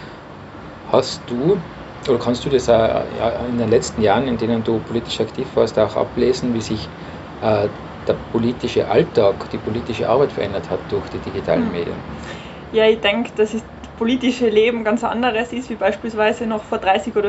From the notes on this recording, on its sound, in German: das Interview wurde live bei uns am Balkon aufgezeichnet.